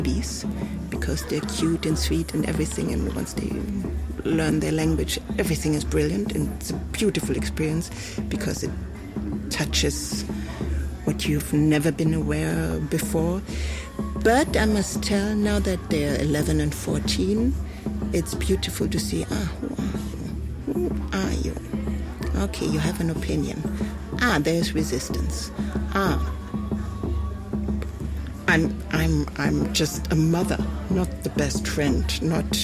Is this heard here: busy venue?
yes